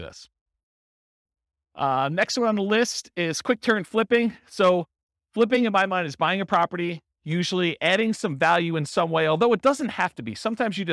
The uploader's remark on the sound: This was a live class recorded.